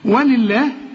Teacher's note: اللام هنا مكسورة، فلفظ الجلالة هنا مرقق